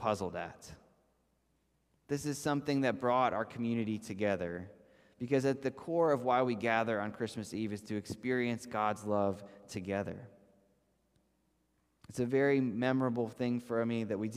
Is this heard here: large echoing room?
yes